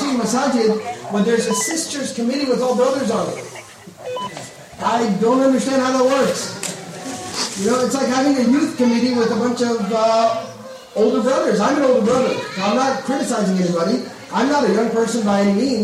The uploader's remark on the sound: Lecture Night Q And A Session